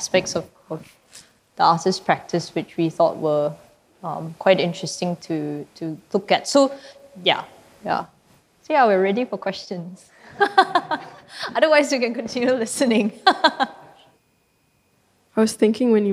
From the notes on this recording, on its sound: Recorded live in December 2018 at National Gallery Singapore , as part of the exhibition Minimalism: Space.